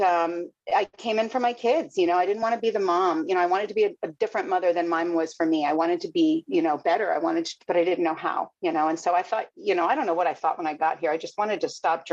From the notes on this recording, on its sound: Broken Elevator zoom meeting held in November of 2022